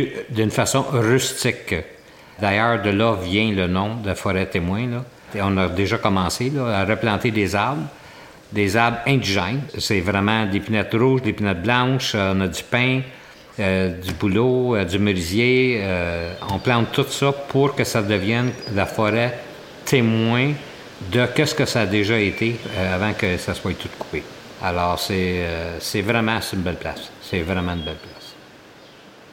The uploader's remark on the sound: This special episode will immerse you in the nature of the Way’s Mills area. Accompanied by sounds of the environment; wind and rain, the cascading river, morning birdsong, livestock, wild animals such as fox and deer, and more.